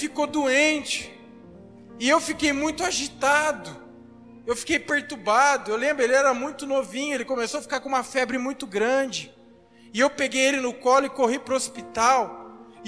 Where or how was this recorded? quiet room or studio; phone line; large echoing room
large echoing room